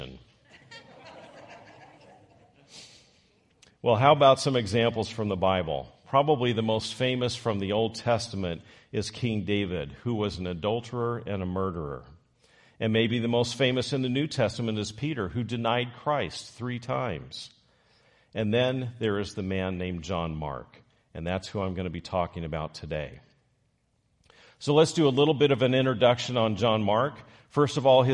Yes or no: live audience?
yes